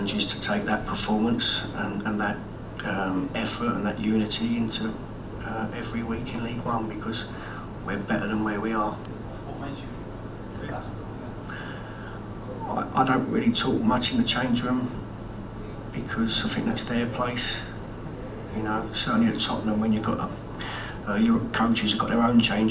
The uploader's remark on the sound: PRESS CONFERENCE